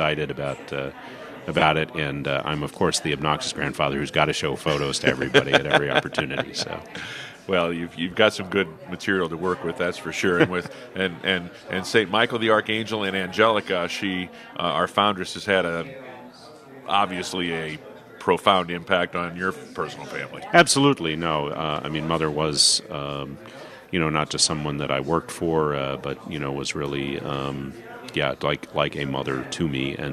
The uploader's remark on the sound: Live from Legatus Summit East 2022